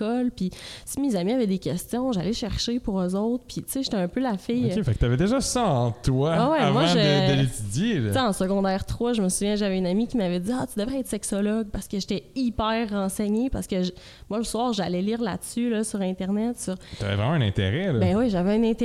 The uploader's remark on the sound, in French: Le podcast a été enregistré en avril 2021 à la microbrasserie le Boquébière au 50, rue Wellington Nord à Sherbrooke